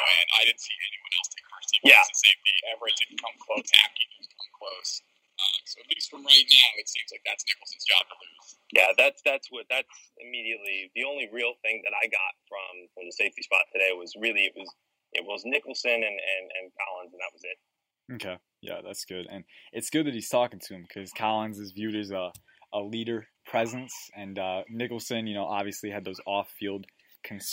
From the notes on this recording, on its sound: Live from day one of Redskins training camp. Called in from Redskins training camp, as spectators.